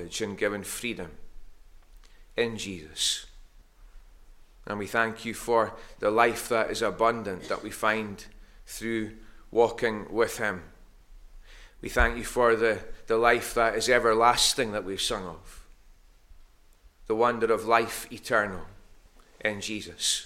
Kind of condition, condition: setting, large echoing room